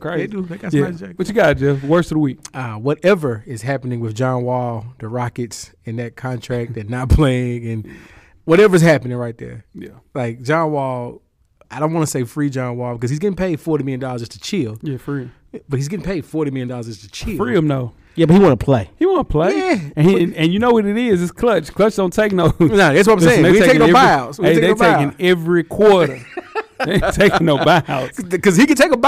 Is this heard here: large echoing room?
no